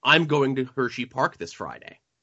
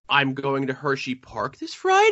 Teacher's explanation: at the end of your statement, you do something with your voice that makes it sound like you're asking a question when you're really just making a statement · Shown in: second take